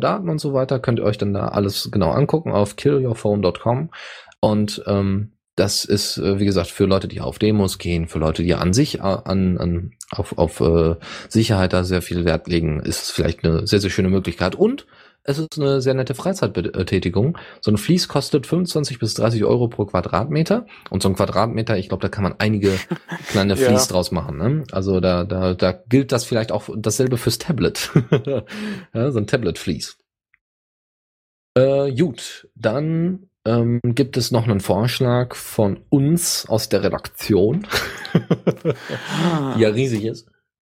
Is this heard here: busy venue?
no